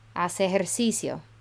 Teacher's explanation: The E sound at the beginning of ejercicio is going to run into the E sound at the end of hace.